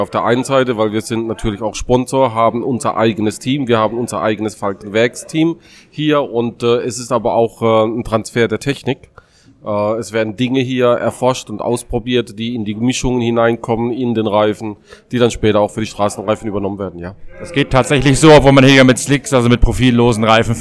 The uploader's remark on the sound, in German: live in der Box von Schnabl Engineering